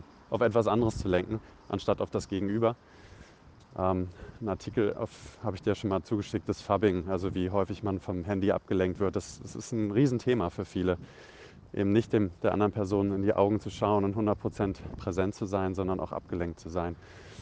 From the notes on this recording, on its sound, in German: Aus privaten Sprachnachrichten wird nun ernst - aus dem Smartphone in die Öffentlichkeit! Aus privaten Sprachnachrichten wird nun ernst - aus dem Smartphone in die Öffentlichkeit!